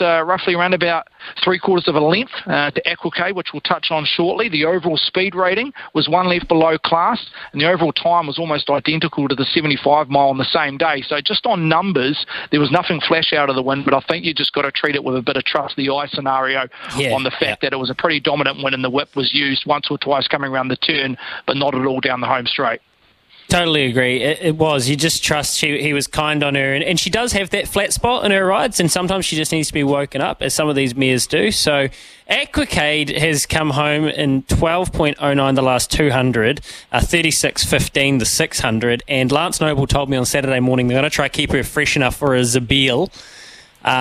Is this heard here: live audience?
no